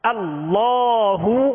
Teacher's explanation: حمزہ کی آواز جو ہے ابتدائی حلق سے نکالیں گے